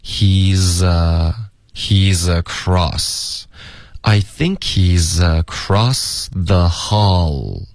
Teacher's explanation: z 跟 across 也要连读